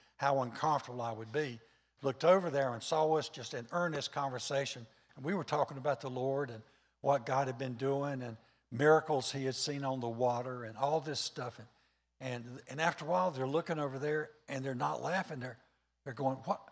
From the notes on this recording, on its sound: was recorded on Sunday, October 3rd, 2021, during service at The Anchor Church in Rockport, Maine.